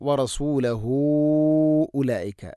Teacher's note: മുൻഫസ്സുല പോലെ നാലോ അഞ്ചോ ഹർക്കത്ത് വരെ നീട്ടാവുന്ന മദ്ദാണ് വറസൂലഹു ഉലൈക്. ഹ ഉ ദമീറിന് ശേഷം ഹംസ വരുമ്പോഴുണ്ടാവുന്ന മദ്ദാണത്.